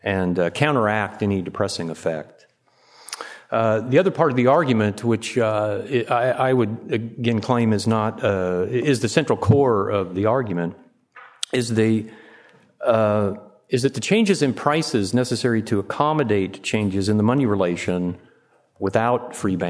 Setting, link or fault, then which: setting, live audience